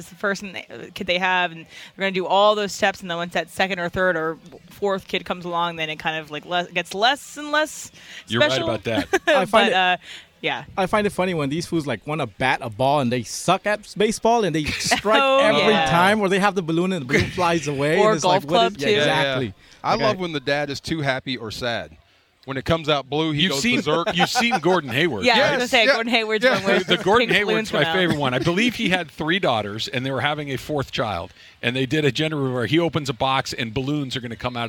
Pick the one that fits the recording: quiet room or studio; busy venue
busy venue